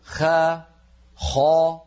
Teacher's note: لو فعلت ذلك أنا، لو ضغطت صوت الخاء إلى أعلى الفم بدل أن أقول خاء قلت خاء، لاحظوا خاء خاء، فلما قلت خاء وضغطت الخاء إلى أعلى الفم ماذا ترتب على ذلك؟ ترتب عليه أن صوت الخاء قد اصطدم بقبة الحنك وعاد وله رنين يملأ الفم، هذا الرنين الذي يملأ الفم سماه علماؤنا التفخيم، لذلك قالوا التفخيم مستحق الاستعلاء، يعني يترتب على الاستعلاء أن يكون الحرف مفخما، هذا مثال لمستحق الحرف.